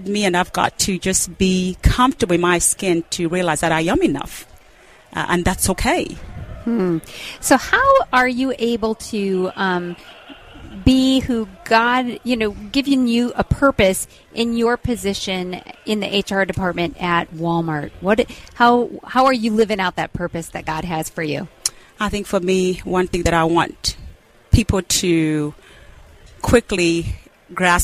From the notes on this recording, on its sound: We interviewed business owners and leaders from across the spectrum at this year’s Workmatters Conference in Rogers, Arkansas